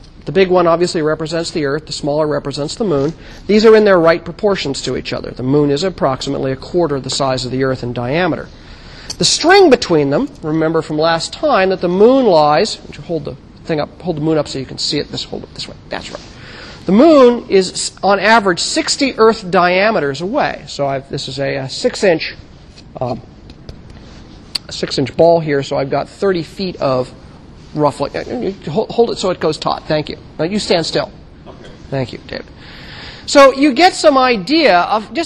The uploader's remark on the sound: In 1000 McPherson Lab on the Columbus campus of The Ohio State University.